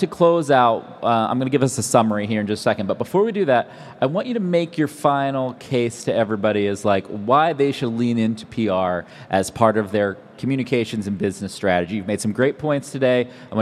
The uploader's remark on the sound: Live from INBOUND. On this special episode live at INBOUND.